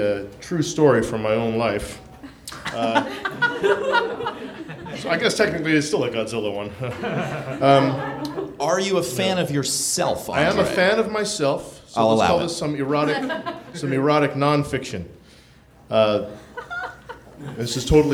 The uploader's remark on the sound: Recorded April 15, 2014, at the Nerdmelt Theater in LA.